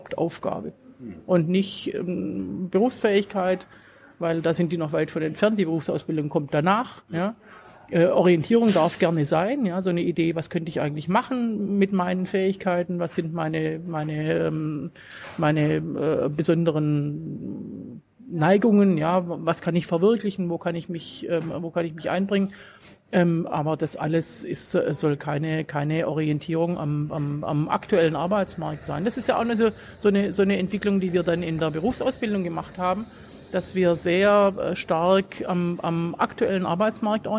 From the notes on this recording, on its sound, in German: September 2019 in der Berliner Buchhandlung Ocelot (Brunnenstraße) aufgezeichnet.